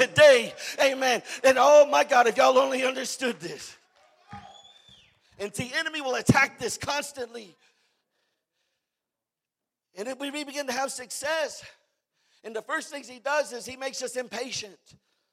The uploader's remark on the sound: preached at the "Dream Again" conference in Riverside, California.